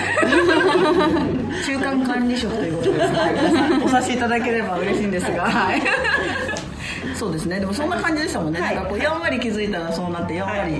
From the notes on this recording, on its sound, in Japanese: MALUTA CAFEさんでの公開収録。